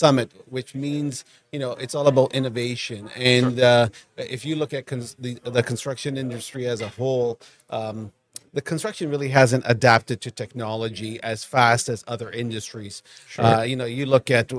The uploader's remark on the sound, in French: En direct du Hardtech à Toronto